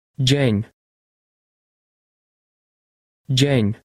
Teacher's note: Note the soft J sound at the beginning.